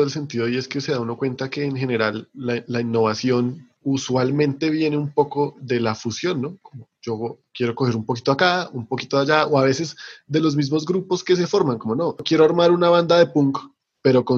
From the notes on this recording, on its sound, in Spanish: Episodio grabado el 03 de agosto de 2020 en línea, desde Bogotá - Colombia y Gante - Bélgica.